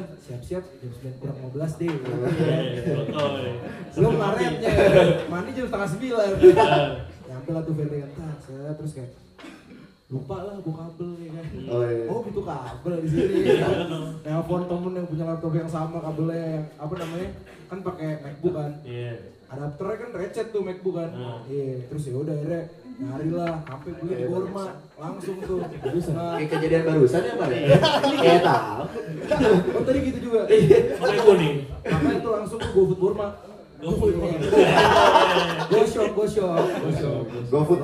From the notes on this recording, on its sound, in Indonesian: Episode kali ini merupakan episode special buat kami karena akhirnya kesampean bikin live podcast untuk pertama kalinya, all thanks to Far Far Away Bandung!